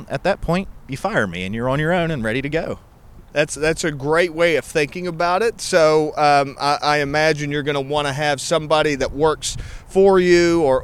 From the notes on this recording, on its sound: coming at you from the streets of Charleston